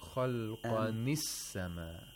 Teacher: The kasra is given to the previous sakin letter, which is nun. · Term: naql